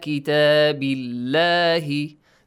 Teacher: The lam in the word Allah, it is pronounced lightly. Why? Because before the word, before the word Allah, has kasra.